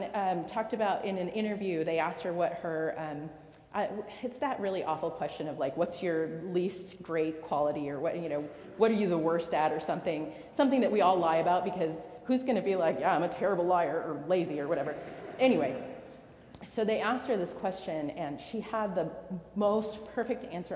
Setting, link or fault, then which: setting, large echoing room